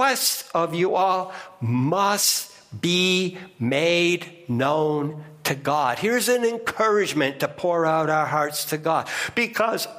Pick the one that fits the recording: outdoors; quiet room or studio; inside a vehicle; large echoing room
large echoing room